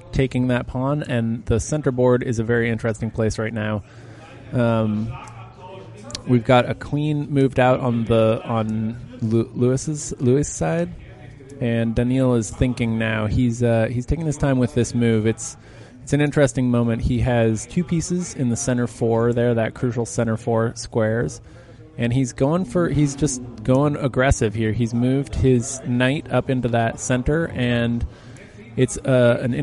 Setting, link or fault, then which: setting, busy venue